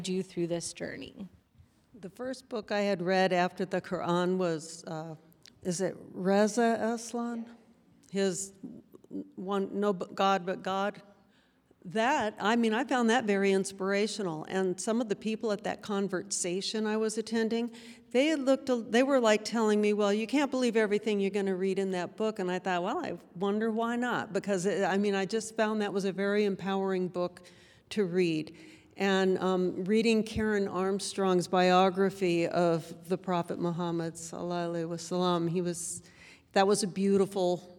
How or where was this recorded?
live audience